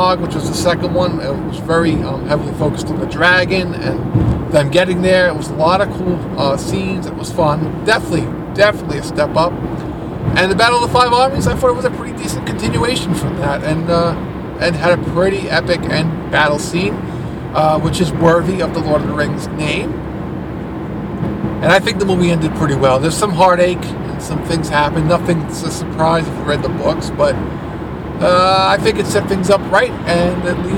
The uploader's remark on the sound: Recording In Traffic. Got stuck in some major traffic so decided to try recording while moving at a snails pace.